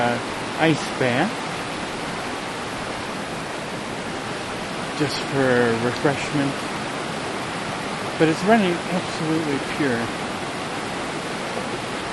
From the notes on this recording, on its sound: A streamside dialogue circle. A streamside dialogue circle. Near where this talk wad recorded in the Eagle Cap Wilderness, OREGON.